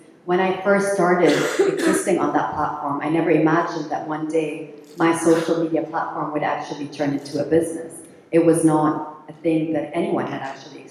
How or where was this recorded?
live audience